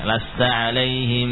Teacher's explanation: membaca ikhfa syafawi dengan tetap menutupkan apa? Bibir.